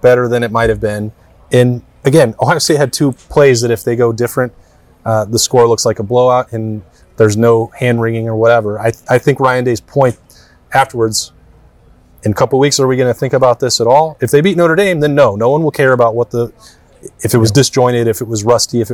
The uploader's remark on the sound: Broke down their thoughts from Memorial Stadium in Bloomington.